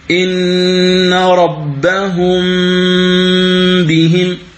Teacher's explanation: مثلا عندما تقرأ إن ربهم بهم، إن ربهم بهم، هذا إظهار، ربهم بهم، نطقت بالميم ثم نطقت بالباء فتسمع صوت الميم وصوت الباء · Term: الإخفاء